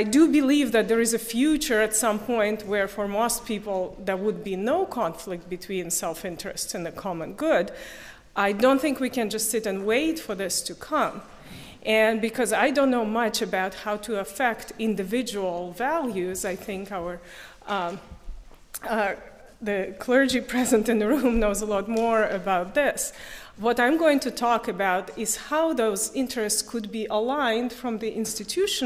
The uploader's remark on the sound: Panel discussions held on March 21, 2019 at the University of Chicago as part of Lumen Christi's Ninth Conference on Economics and Catholic Social Thought.